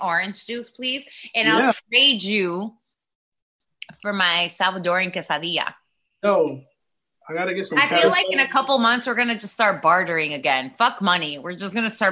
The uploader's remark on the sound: Celebrate Cinco de Mayo using ZOOM Video Conference.